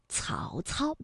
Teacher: 曹操呢是舌尖要抵住上齿背来去发音的